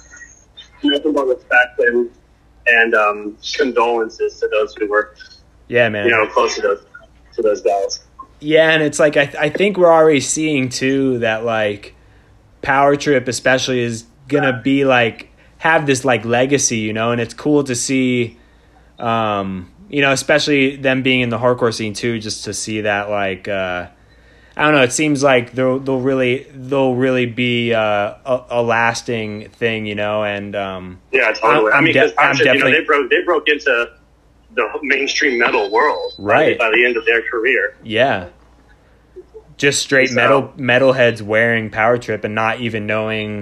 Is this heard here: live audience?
no